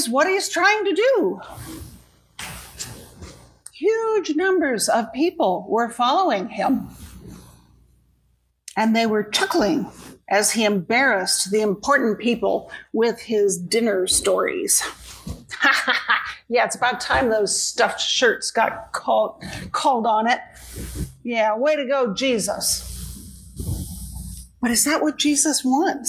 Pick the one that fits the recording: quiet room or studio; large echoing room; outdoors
large echoing room